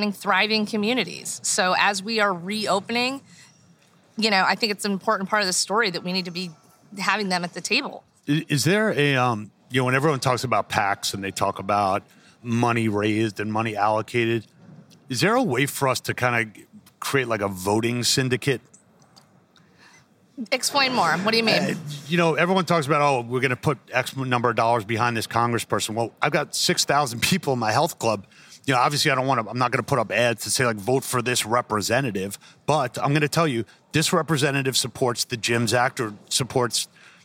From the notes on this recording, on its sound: a HALO Talks live during the IHRSA 2021 convention in Dallas